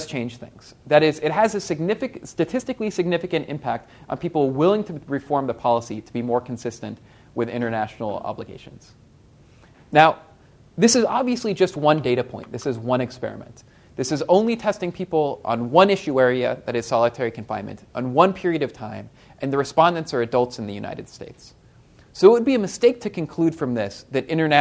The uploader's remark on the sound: This talk was recorded on November 4, 2014, as part of the Chicago's Best Ideas lecture series.